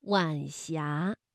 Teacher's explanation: 晚霞是晚和阳平字相连，声调呢读二一调